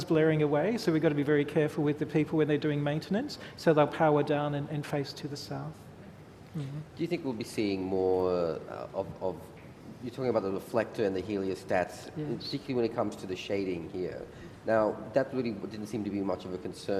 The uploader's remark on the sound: SAF2016 Central Park Chats. Recorded at the 2016 Sydney Architecture Festival at Central Park.